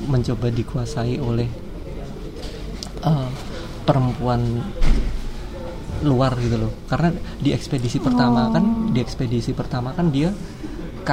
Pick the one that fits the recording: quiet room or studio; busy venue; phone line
busy venue